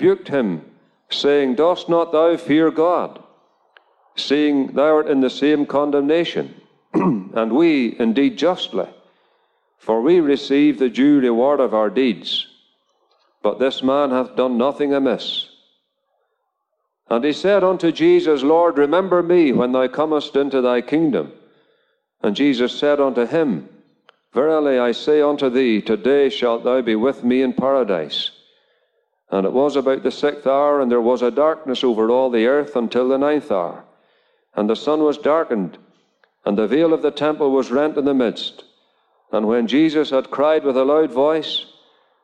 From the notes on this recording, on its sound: Gospel Audio Recording from a Drive-in Gospel Meeting at Ballyclare Gospel Hall.